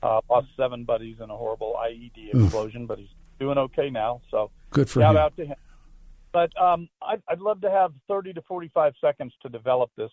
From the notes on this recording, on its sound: open phones lines this hour